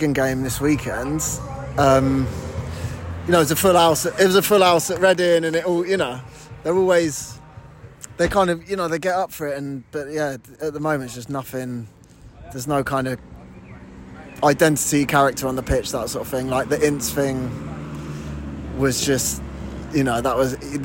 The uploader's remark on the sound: Coming to you live from The King’s Head